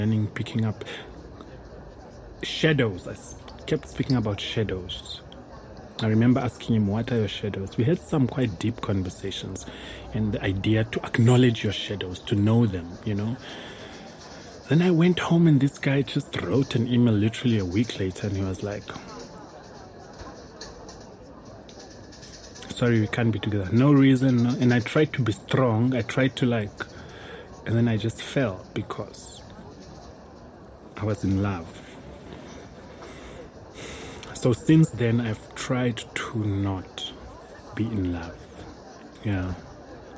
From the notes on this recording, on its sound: Recorded at Spielart Festival, 2019, Munich (DE)